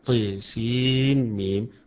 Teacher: قراءة شعبة عن عاصم وحمزة والكسائي وخلف بالإمالة للطاء